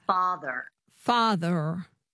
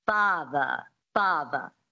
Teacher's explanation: So the American accent, the standard American accent, one of the defining features is definitely the rhotic R · Shown in: first take · But in the transatlantic accent, there's no R.